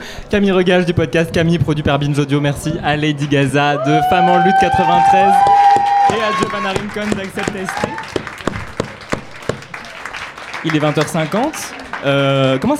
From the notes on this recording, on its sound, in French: Toute l'équipe du Lobby s'est donné rendez-vous une dernière fois au Dock B à Pantin pour une marche des fiertés radiophonique ! Trois heures d'émission, en direct, et en public, au Dock B à Pantin. Elles nous interprètent deux titres en live.